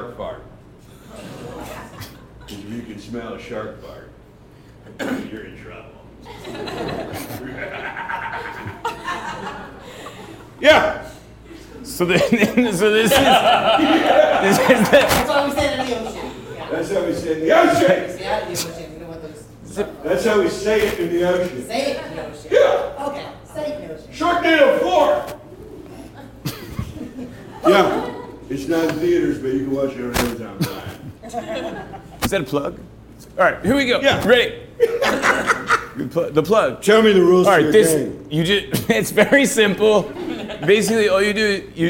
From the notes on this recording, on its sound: This is the podcast of the LIVE show. This show aired at The Peoples Improv Theater in New York City.